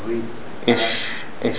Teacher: from the middle of the tongue filling the mouth · Term: sheen